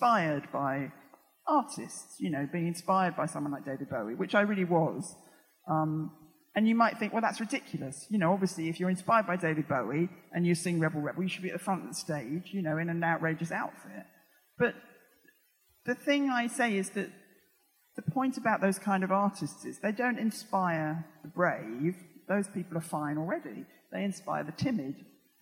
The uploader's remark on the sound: Recorded on 10th Feb 2020 at EartH Hackney.